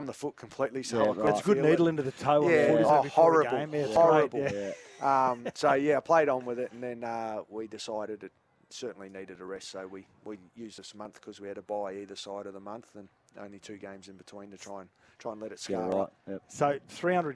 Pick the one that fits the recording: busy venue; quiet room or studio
busy venue